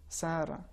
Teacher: حرف سین میں صفت استفعال ہیں، یعنی ہم اسے ترقیق، نازک انداز سے، باریک معمولی انداز سے ادا کریں گے